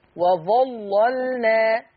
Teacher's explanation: في كلمة وظللنا اللام الأولى اللي هي اللام المشددة هي اللي هتغلظ عند ورش